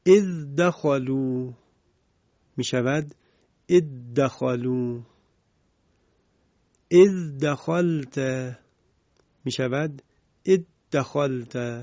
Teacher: ما باید ادغام انجام بدیم، ذال کلمه اذ هست در حرف دال. دقت بفرمایید.